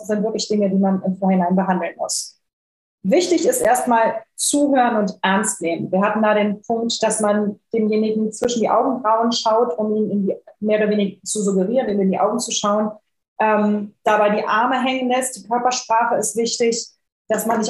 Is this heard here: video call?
yes